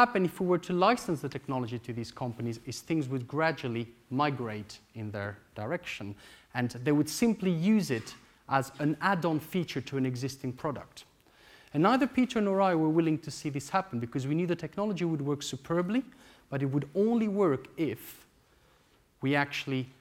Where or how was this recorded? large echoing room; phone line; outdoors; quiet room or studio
large echoing room